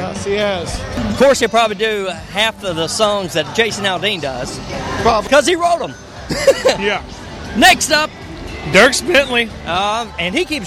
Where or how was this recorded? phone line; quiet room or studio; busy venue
busy venue